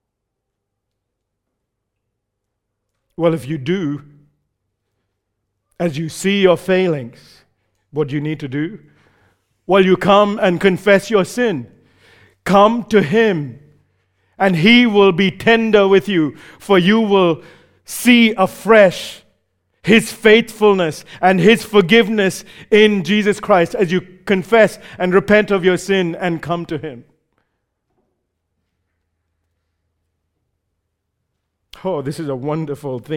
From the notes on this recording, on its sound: recorded live at Grace Community Bible Church